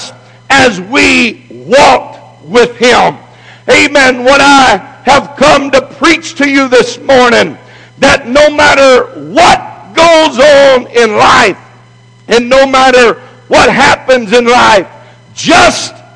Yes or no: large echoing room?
yes